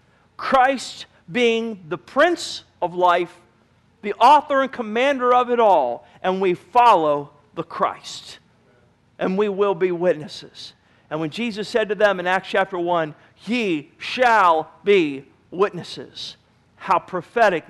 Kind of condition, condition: setting, large echoing room